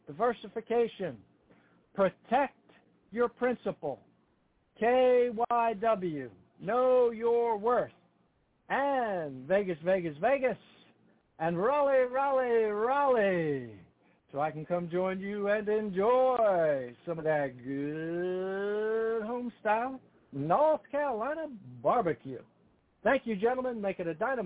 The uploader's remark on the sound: TNTSuperfantastic Conference Call.